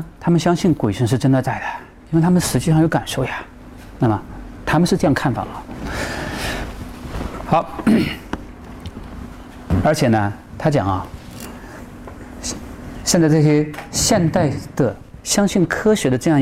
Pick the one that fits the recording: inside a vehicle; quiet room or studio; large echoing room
large echoing room